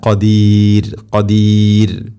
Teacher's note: ഖദീർ എന്ന് കനപ്പിക്കുകയല്ല വേണ്ടത്, തെർക്കീഖ് നേർപ്പിക്കുക. ഖദീർ അല്ല ഖദീർ ഖദീർ.